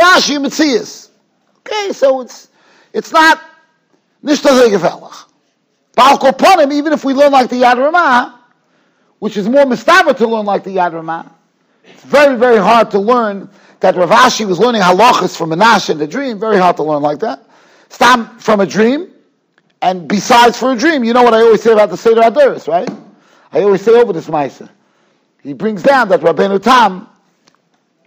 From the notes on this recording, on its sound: Shiur recorded in Yeshivas Ohr Reuven, Monsey, NY.